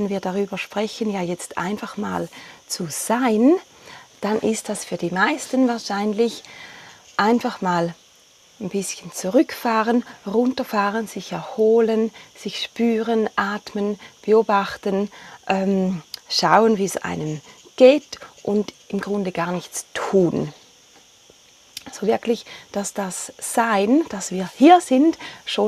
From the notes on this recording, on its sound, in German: Die Folge ist live von Ibiza aufgenommen, mit Grillen und anderen Hintergrundgeräuschen.